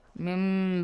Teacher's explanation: The noon changes to little meme sound. Mim okay. A half meme sound. · Term: iqlab